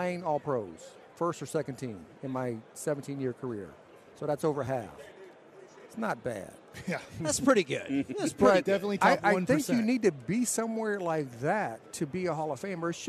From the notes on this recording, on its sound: LIVE from Radio Row in Las Vegas!